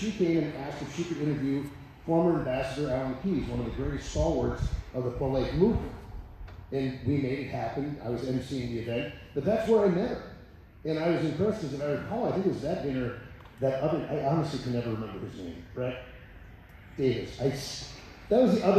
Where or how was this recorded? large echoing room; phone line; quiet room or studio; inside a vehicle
large echoing room